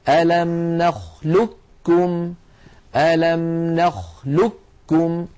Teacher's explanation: مستكمل التشديد، يكون النطق فيه بكاف مشددة